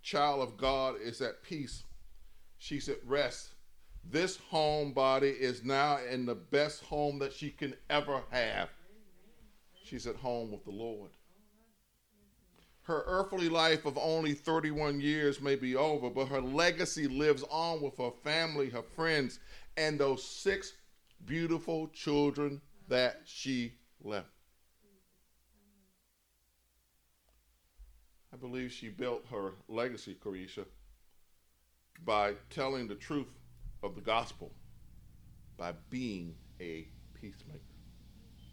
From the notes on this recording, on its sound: In a sermon recorded live at New Bethel